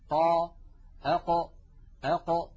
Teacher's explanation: حرف القاف يا إخوة يخرج من أقصى منطقة من أقصى اللسان مع ما يحاذيه من الحنك اللحمي الذي رأينا صورته منذ قليل.